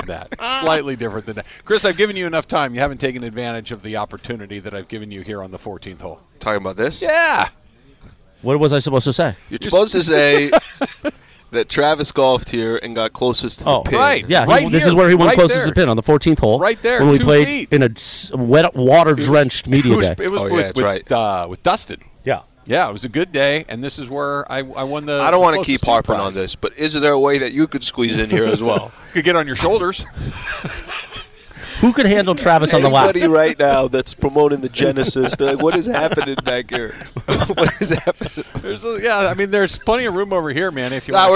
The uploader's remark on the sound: LIVE from The Genesis Invitational at the Riviera Country Club.